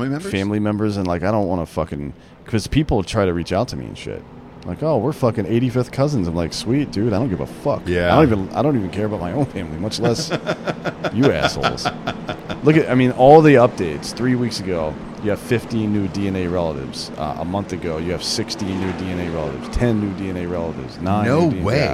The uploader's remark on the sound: Live From The Daytona 500